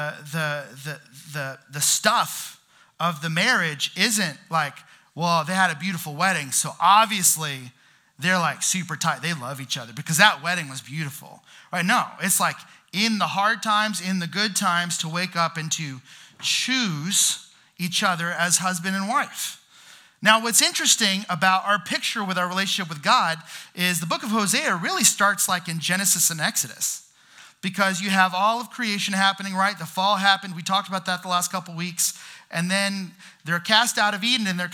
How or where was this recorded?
large echoing room